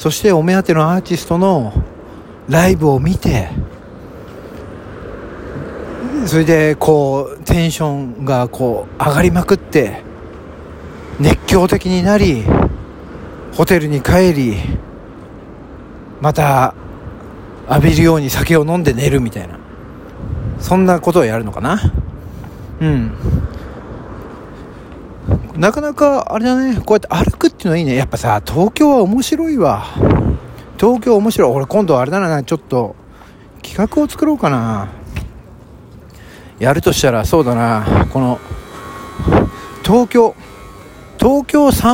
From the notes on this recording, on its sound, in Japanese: はじめてのロケトーク『飯田橋〜水道橋』。歩きながら収録しました。景色を眺めながらタラタラとトークをするのも面白いですね。